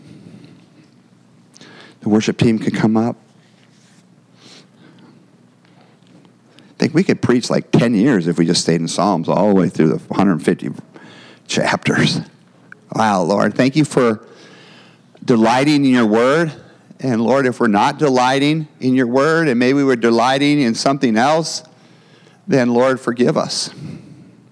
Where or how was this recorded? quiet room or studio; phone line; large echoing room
large echoing room